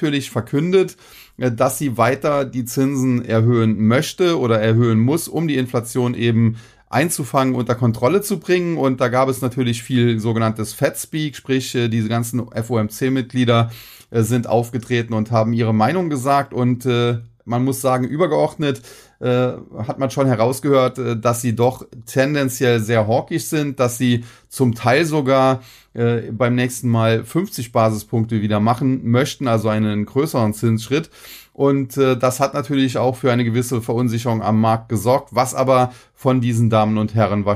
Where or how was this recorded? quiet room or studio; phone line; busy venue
quiet room or studio